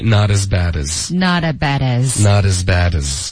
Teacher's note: not as 我们就弱读为 not as 连读然后浊化了